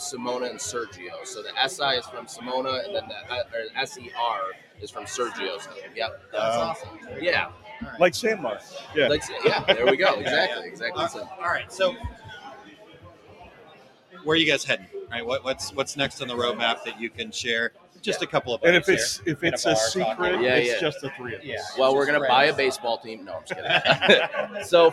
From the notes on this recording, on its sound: Thank you to all our guests who joined us and the wonderful people in the studio audience